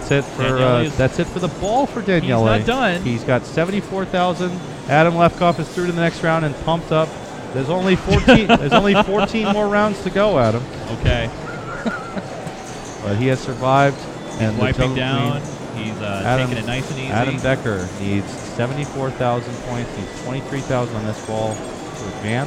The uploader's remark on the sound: Round 6 – 2012 PAPA Circuit Final. Live from PAPA Headquarters in Scott Township, PA.